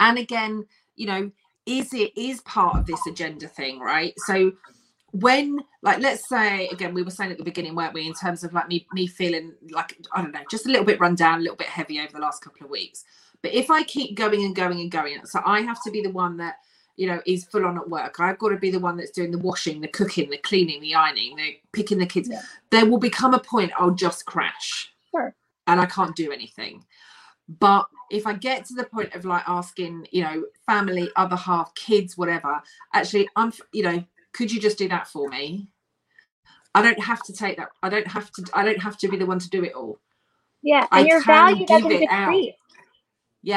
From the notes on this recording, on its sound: This audio is taken from the Youtube Live conversation